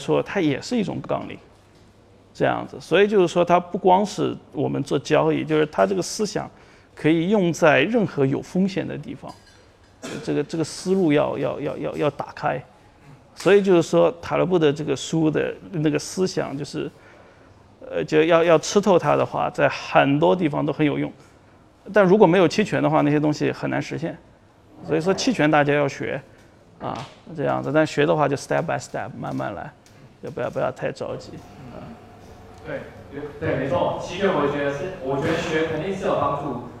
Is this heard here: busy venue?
yes